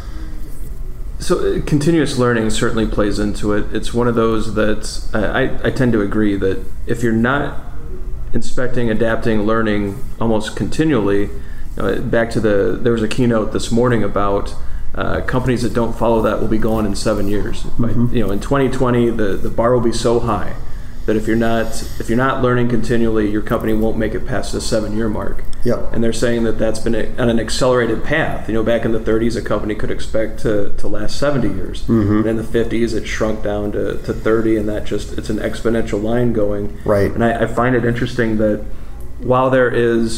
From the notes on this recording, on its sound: at the AgileIndy Conference in Indianapolis, Indiana